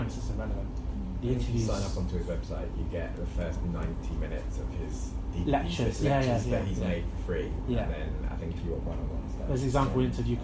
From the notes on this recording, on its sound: A recording from an ST6-8 Paediatric Southwest study day in January 2020.